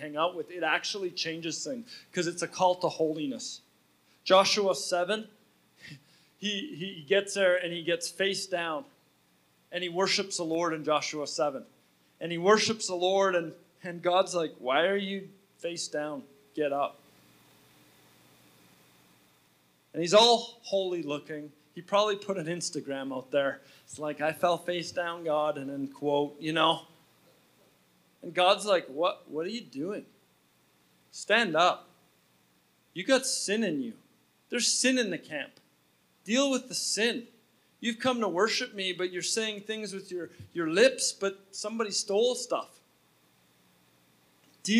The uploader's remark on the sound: at Resurgence Edmonton on October 5, 2019 at Champion City Church